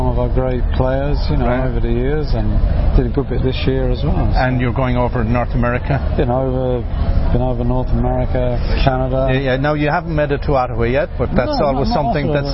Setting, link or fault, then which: setting, busy venue